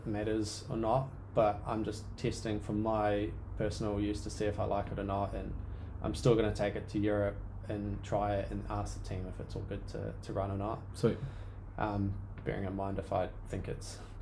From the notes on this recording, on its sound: We're currently just on the laptop record setup so, if you're picky about high quality this most likely isn't for you.